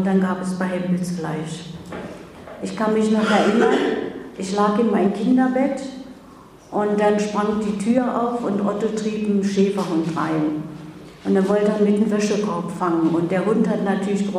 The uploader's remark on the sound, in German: Der Mitschnitt stammt von ihrem Vortrag auf Einladung von Radio Dreyeckland in Freiburg